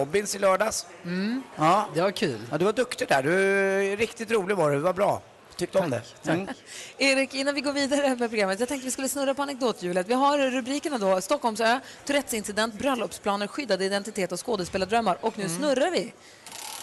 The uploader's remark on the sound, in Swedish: Live från Arlanda! Tävlar med resenärer på plats!